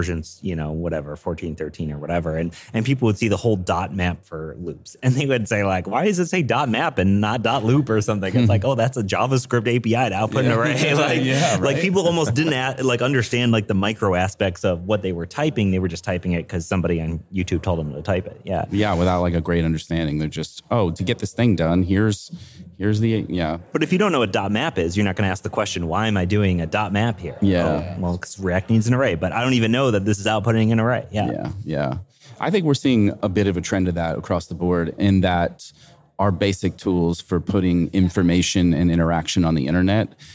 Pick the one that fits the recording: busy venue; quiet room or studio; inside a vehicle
busy venue